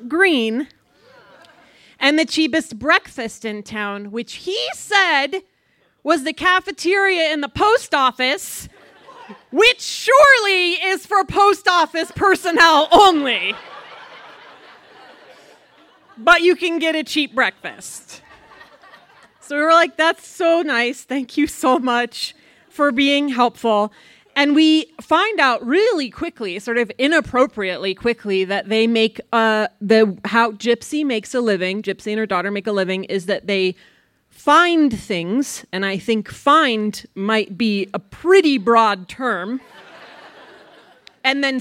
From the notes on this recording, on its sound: Buntport Theater, the home of our Denver show. This story was recorded live on 19 April 2017 at Buntport Theater in Denver, Colorado.